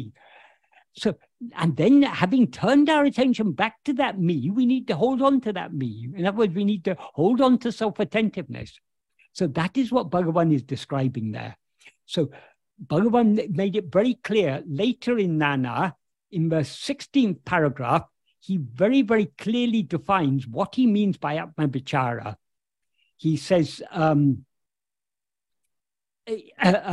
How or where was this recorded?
video call